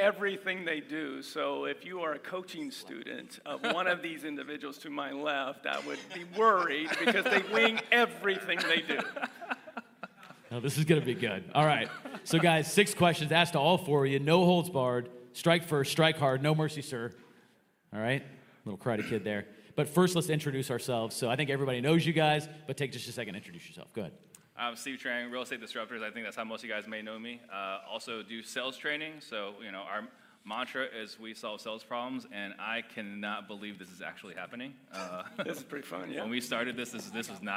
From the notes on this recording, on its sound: PTD Live from Tampa, Florida. To the live stage at The Family Mastermind event in sunny Tampa, Florida!